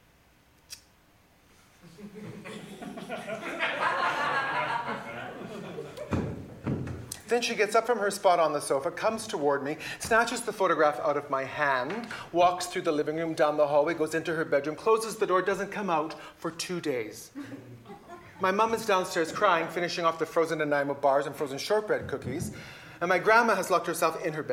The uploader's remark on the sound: Recorded live Sept 19, 2015